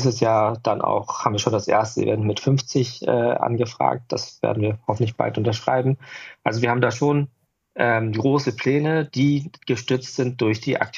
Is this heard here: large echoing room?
no